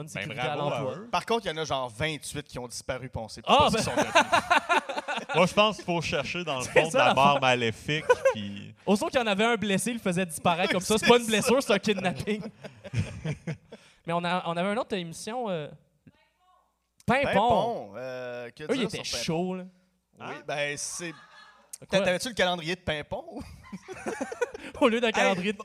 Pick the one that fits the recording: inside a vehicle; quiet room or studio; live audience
live audience